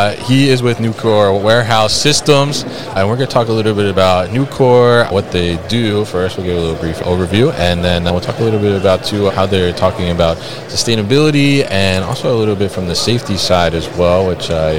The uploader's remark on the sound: In this episode recorded at Promat 2023.